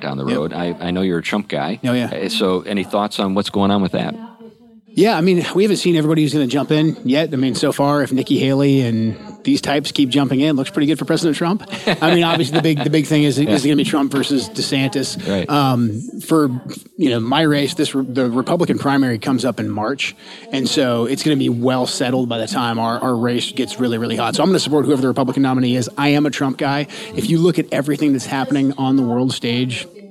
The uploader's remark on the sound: This episode was recorded at Old Town Burger in Battle Ground, so please excuse the background noise.